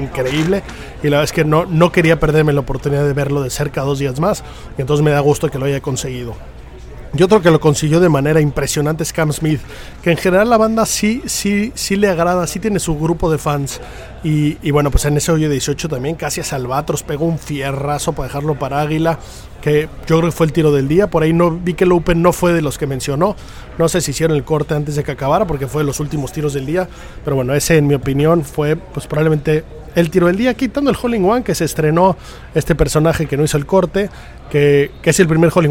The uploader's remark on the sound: Live From The Open 151 st Dia 3